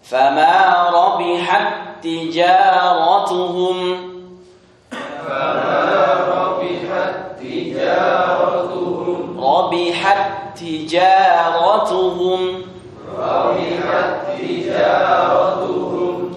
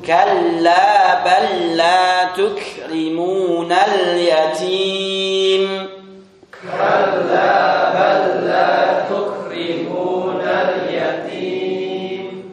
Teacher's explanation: huruf yang pertama dimasukkan ke dalam huruf yang kedua tanpa dibaca gunnah · Term: tanpa gunnah